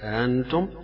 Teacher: بالمد أو بالألف وبتسهيل الهمزة الثانية